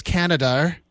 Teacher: putting the R on the end of words that don't have an R